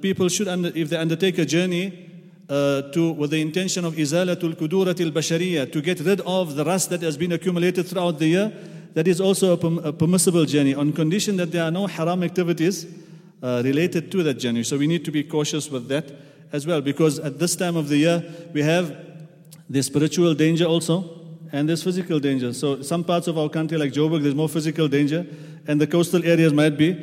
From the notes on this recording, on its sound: at the Houghton Masjid (West Street)